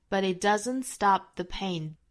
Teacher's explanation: But it, but,若读成 b,再和 it 连读。But it,尾部的 t 跟 doesn't 尾部的 t 都是直接做省读就可以了